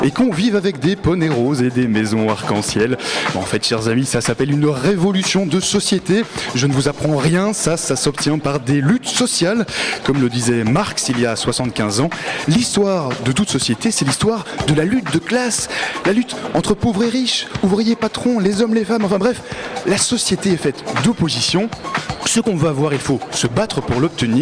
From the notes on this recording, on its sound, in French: A l'occasion de la Nuit des Etudiants du Monde (NEM), la Matinale est en direct de l'Hotel de Ville de Paris.